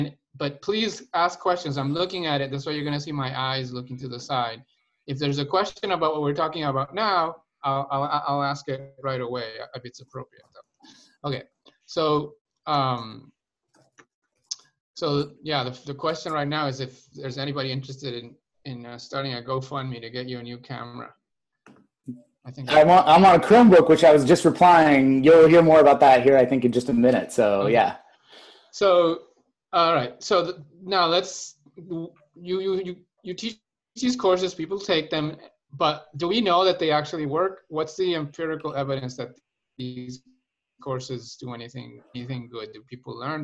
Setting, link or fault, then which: link, video call